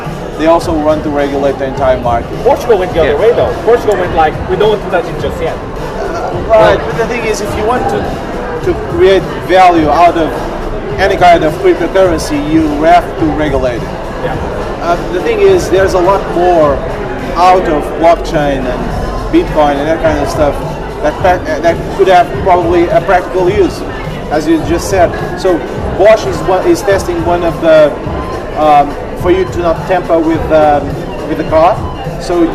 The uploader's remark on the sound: The audio on this episode isn’t as clean as our previous episodes as we were sitting at a bar